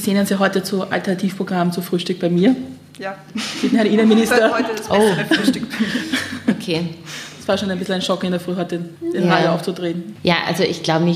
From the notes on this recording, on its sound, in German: Die Aufnahme des Podcasts fand am 24.03.2019 im Ateliertheater als Live-Aufnahme statt.